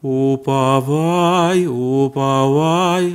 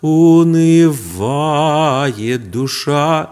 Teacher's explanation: отчетливое, такое глубокое произнесение этого внутреннего «в» дает некую выразительность слова